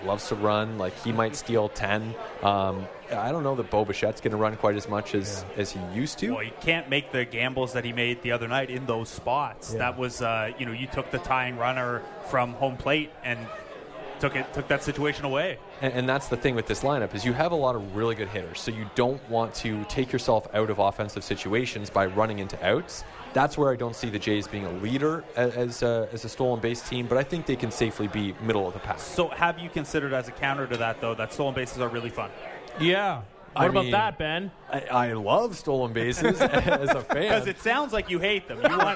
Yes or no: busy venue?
yes